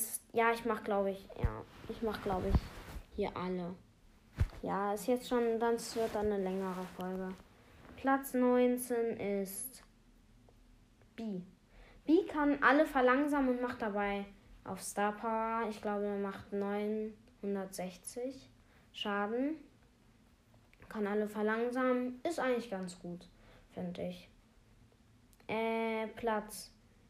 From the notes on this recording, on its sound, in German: Sorry wegen den Nebengeräuschen.